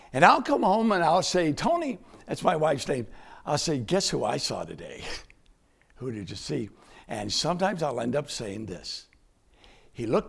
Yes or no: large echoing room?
yes